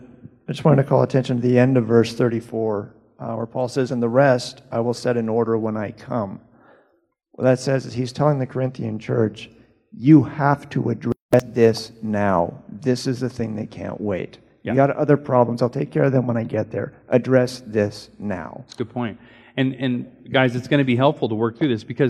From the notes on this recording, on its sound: Recorded during Sunday School